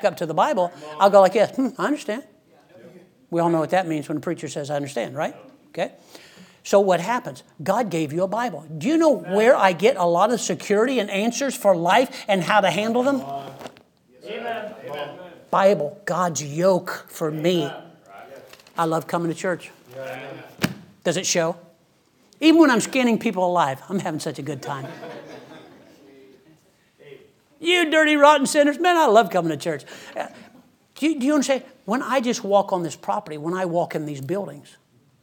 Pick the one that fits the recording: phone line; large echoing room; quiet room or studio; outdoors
large echoing room